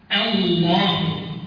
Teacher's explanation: الله لفظ الكلام او اسم الكلام، خلي بالك من الهمزه لما يجي بعدها اللام. الله، طب انت فخمت الهمزه ليه؟ عشان بعدها اللام مفخمه